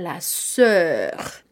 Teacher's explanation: Inicia como una O y después como una e.